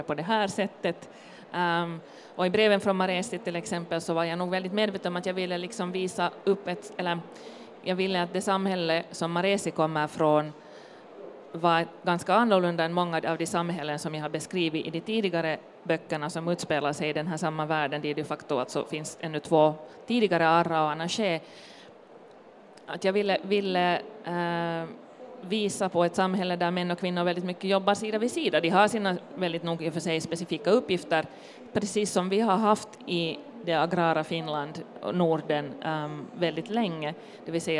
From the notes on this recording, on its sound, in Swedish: LIVE från Bokmässan i Helsingfors. Inför stor livepublik.